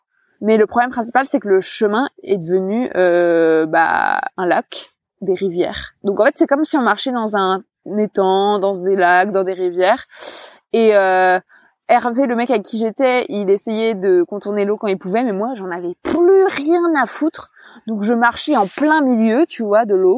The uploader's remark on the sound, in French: Dans cet épisode enregistré en montagne